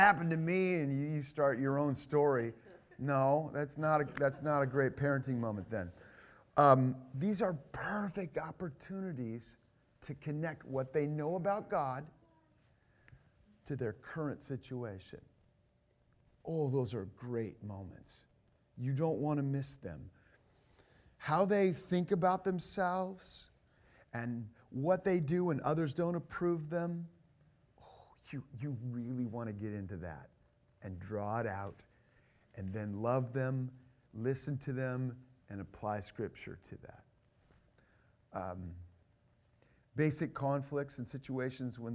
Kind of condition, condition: setting, live audience